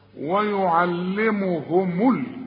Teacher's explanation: الميم مضمومه فضمها لعند الوصل وسكنها عند الوقف